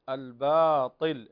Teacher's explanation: الباطل ليس فيها همس بل هي مجهورة